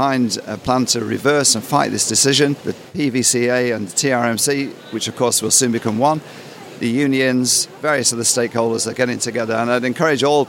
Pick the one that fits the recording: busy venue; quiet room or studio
busy venue